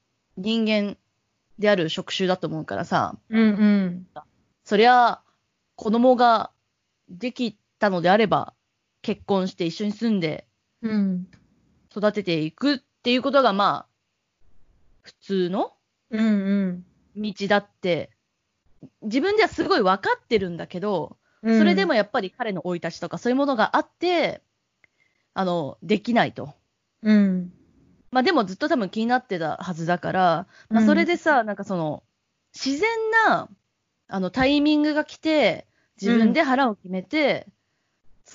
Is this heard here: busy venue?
no